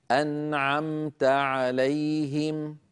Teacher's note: انتقلت من النون إلى العين مباشرة بدون أن أزيد في زمن الغنة